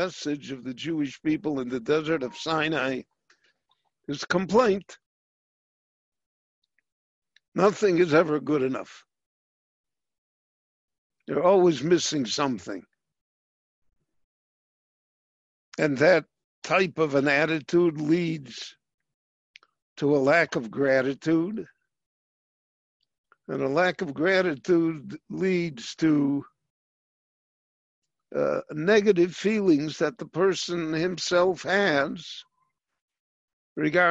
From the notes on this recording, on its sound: This lecture on Parshat Ki Tavo was given LIVE via Zoom in Jerusalem